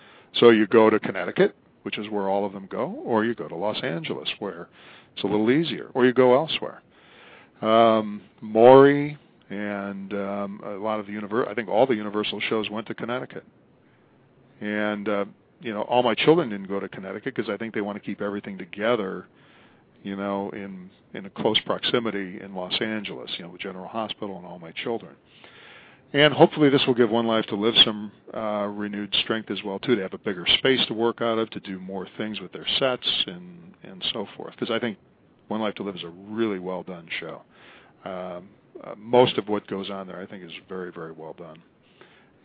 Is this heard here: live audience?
no